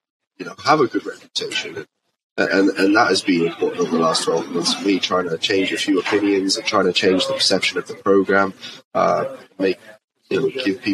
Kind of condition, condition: setting, busy venue